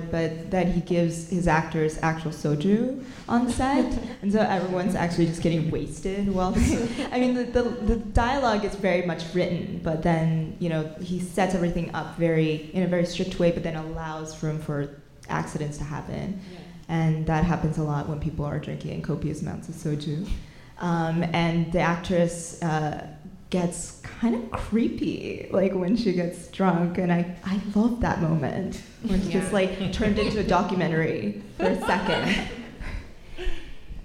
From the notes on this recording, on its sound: NYFF 2017 Live Roundtable. At the conclusion of the 55th New York Film Festival, Film Comment gathered together a panel of contributors and critics for one final live roundtable.